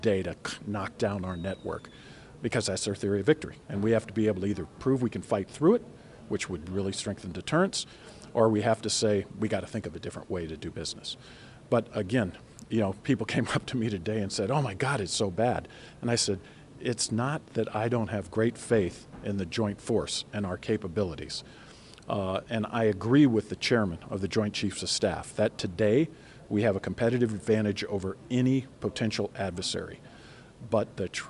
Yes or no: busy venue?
yes